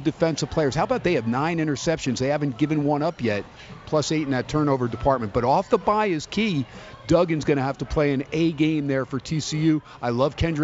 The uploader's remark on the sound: "Live" from Steiner's Pub in Las Vegas.